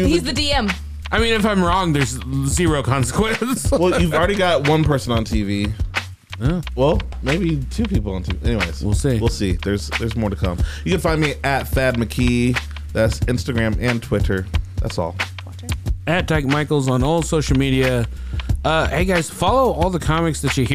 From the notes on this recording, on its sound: Joins us on the phone!